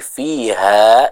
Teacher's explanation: diperhatikan ha-nya dibaca dengan dua harakat